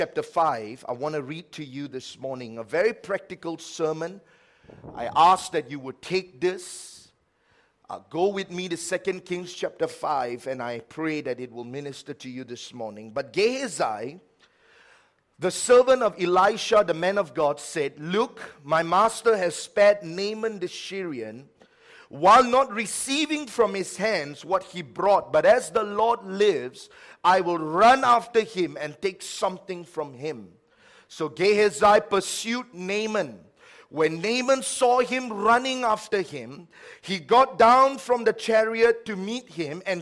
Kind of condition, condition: setting, large echoing room